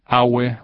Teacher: the word for foreigner is awe, with all mid-tones